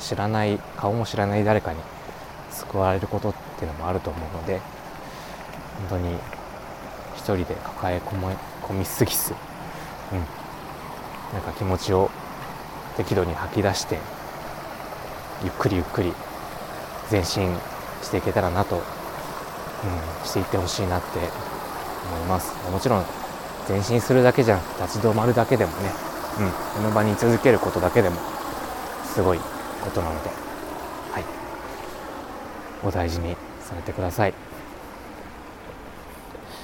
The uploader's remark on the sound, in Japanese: 今回は久々の散歩回。歩きながらぽつぽつとお喋りしました。